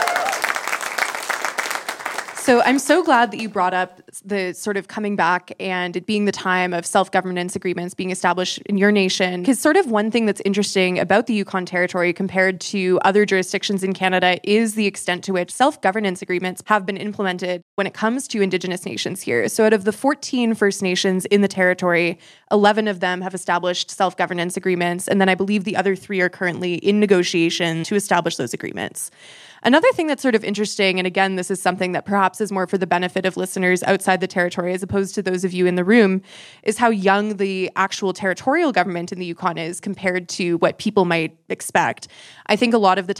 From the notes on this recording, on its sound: LIVE TAPING